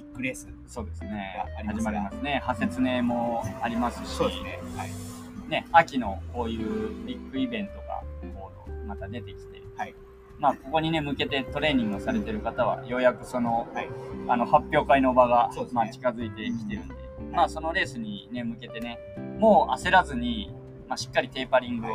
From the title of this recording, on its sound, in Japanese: レッスン前に青空収録！